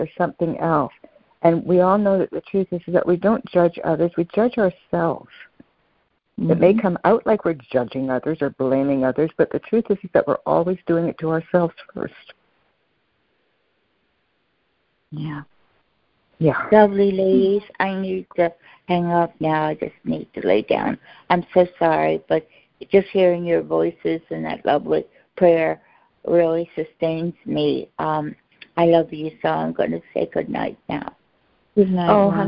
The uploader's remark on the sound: Students are joining together on a Free Conference Call